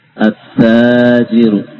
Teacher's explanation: Alnya tidak terbaca. Lam sukun tidak terbaca.